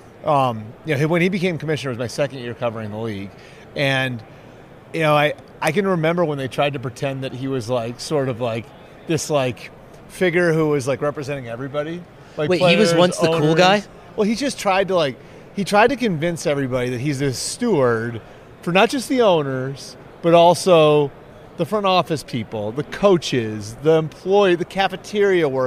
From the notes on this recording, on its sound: Live from the Super Bowl media day in Vegas.